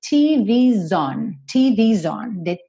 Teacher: The TV's on, aqui TV, com esse apóstrofo S, ficou como se fosse TVs, como se fosse um plural, né? E esse S, então, vai juntar no on com um sonzinho de Z